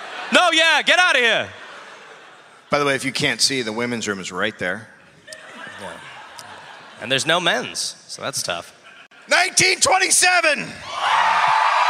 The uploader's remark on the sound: Recorded live in Houston.